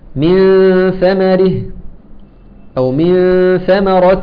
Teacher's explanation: تحافظ على ترقيق الغنه وحاله بين الاظهار والادغام